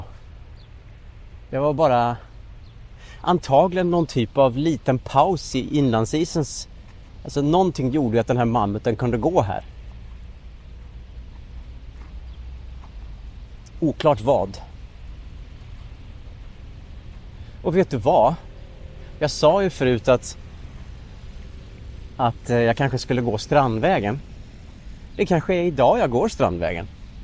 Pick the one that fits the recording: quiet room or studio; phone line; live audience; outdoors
outdoors